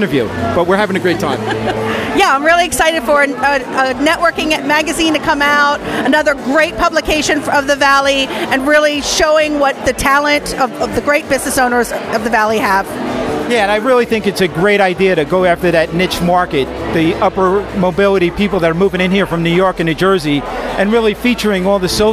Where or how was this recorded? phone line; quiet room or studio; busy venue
busy venue